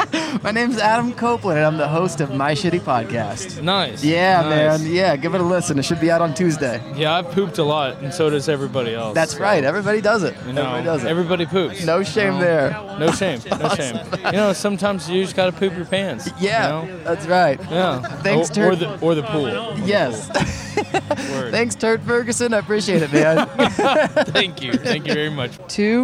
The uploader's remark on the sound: I hit the streets and recorded lot of random poop stories.